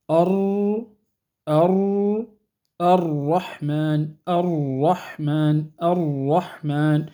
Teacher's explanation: فيرتفع أقصى اللسان عند نطق الراء المفخمة